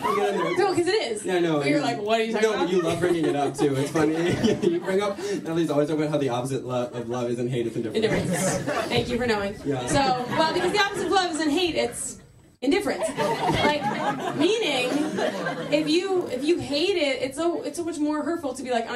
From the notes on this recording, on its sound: Live Show: Cruella Retelling. Our live show!